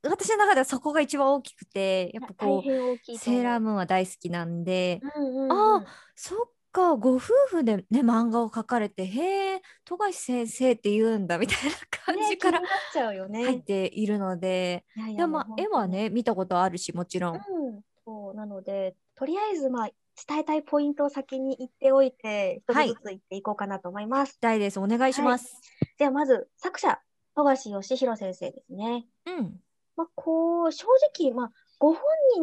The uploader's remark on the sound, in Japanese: リモート収録のため、お聞き苦しい点もあると思いますが、予めご了承ください。